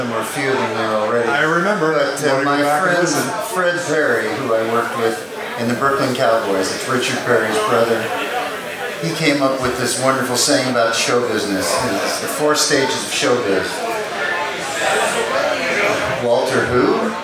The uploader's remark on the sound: The Songwriting and Collaboration Panel from the Nashville Rock n Pod Expo. I wish the sound quality was better.